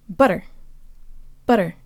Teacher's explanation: The two T's in butter are actually very close to a flipped Russian R.